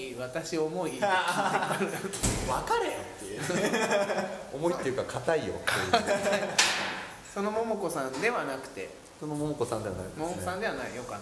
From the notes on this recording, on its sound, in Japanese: イベントの空き時間に収録